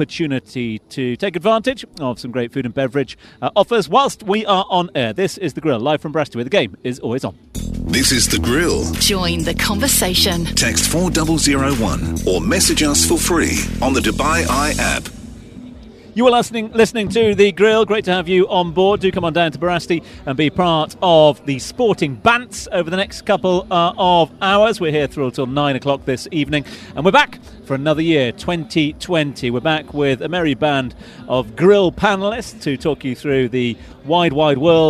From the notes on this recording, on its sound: From the rooftop garden of Barasti